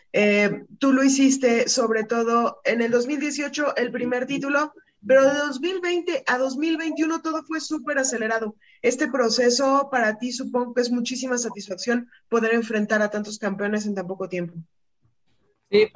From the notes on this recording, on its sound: will hold a Zoom conference call